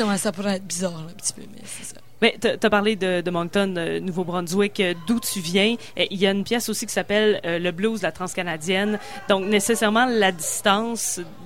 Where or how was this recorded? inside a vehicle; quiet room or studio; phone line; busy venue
busy venue